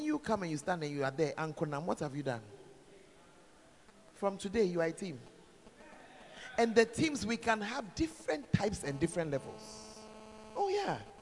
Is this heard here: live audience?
yes